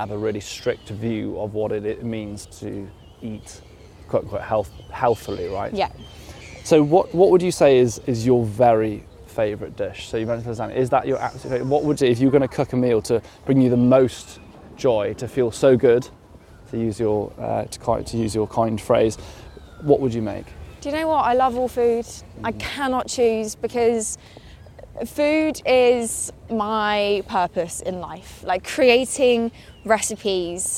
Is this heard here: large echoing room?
no